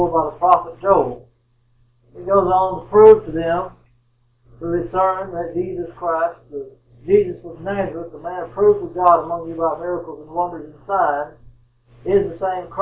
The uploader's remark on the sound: The sound quality in this sermon is not as good as our usual sermons.